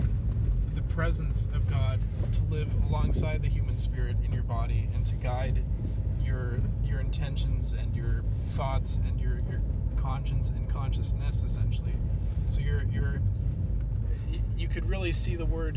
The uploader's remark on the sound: we apologize for any lack of recording quality - we did this episode in the car!